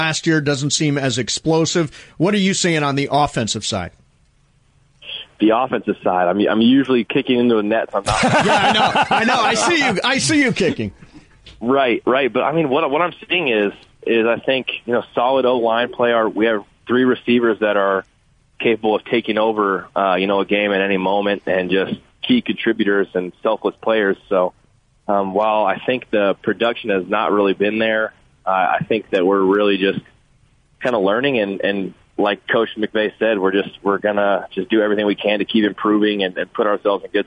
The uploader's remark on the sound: called